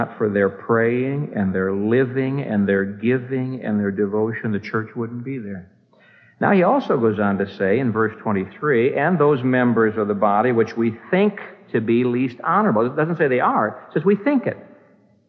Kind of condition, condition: setting, large echoing room